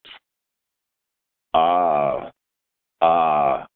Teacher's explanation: The technical term for the sound represented by the Aleph is a glottal stop, meaning the airflow is momentarily completely blocked. Ah, ah, the tongue is touching the roof of the mouth and there's no air movement.